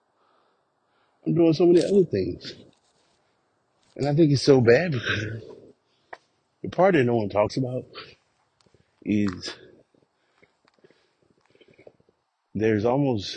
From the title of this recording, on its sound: Walk Recording